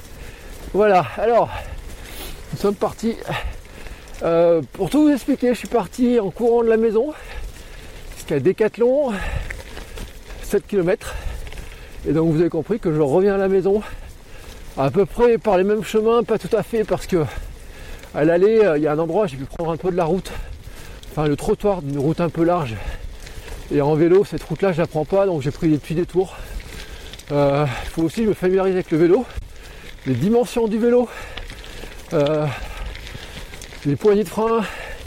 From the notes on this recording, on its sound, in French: Et surtout je vous partage les tous premiers kilomètres sur mon nouveau Gravel ! Car oui j’ai enregistré cet épisode en roulant.